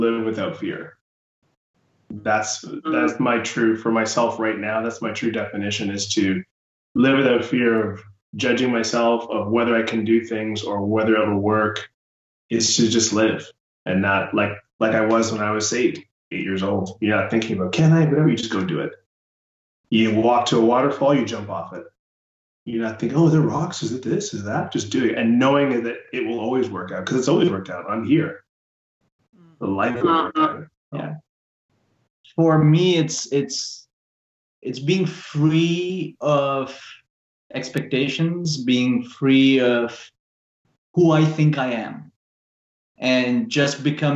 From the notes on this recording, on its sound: There were some technical issues with the sound quality of this podcast